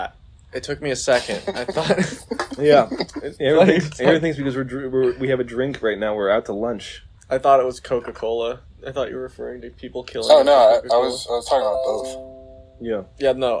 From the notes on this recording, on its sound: The audio issues get even worse. Compulsively crinkles a Bubly™ can for the whole fucking episode.